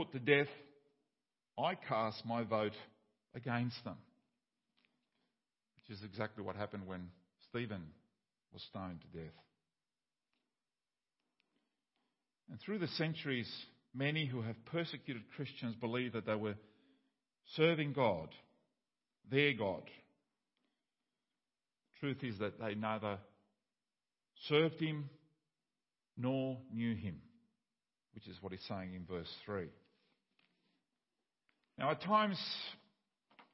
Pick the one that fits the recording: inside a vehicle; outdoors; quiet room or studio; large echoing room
large echoing room